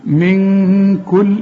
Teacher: النون اللي بعدها الكاف دي من حروف الإخفاء، الكاف دي لازم تغن هنا وتخفي